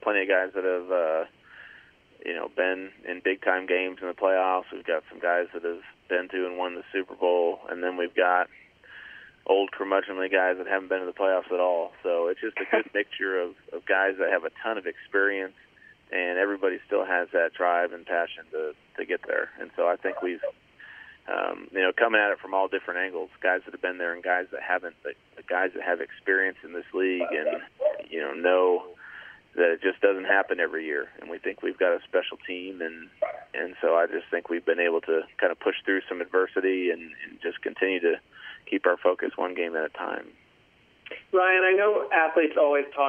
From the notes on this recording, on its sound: Addressed Reporters During a Monday Conference Call